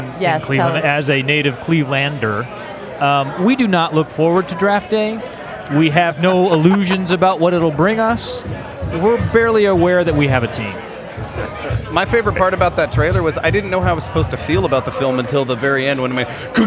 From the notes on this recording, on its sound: THE MOVIE SHOWCAST AT THE PHOENIX FILM FESTIVAL. The Movie Guys are broadcasting from The Phoenix Film Festival. It's a unique episode recorded at an awesome place.